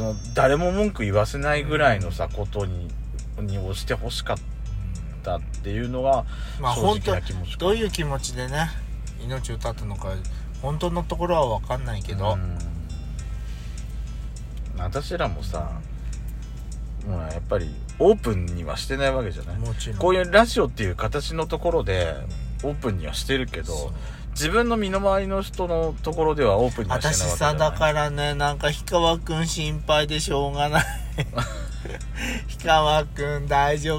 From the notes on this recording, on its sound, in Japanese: パーキング収録